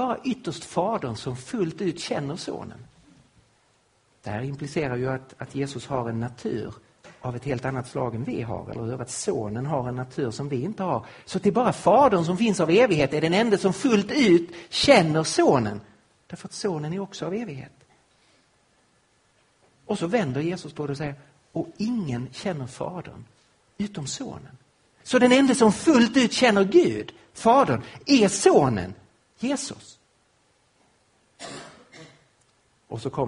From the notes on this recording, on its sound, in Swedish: Inspelad på Apologiakonferensen på Fjällgården i Jönköping 2015-03-28.